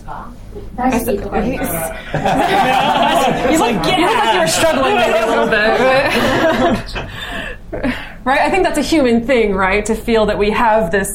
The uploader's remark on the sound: Live Show in Tokyo. Live episode recorded at Good Heavens British Pub in Setagaya.